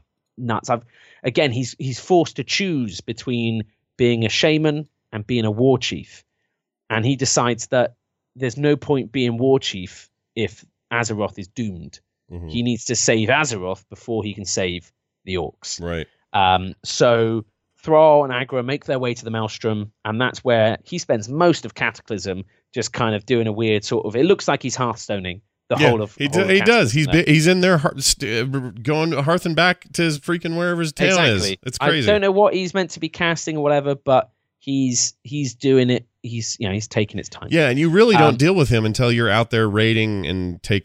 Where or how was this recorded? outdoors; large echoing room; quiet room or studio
quiet room or studio